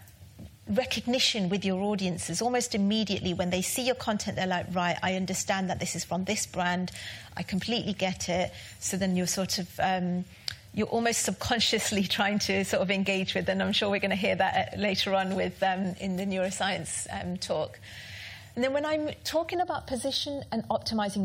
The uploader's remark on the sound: Recordings from HubSpot User Group Meeting - The London HUG - February 2019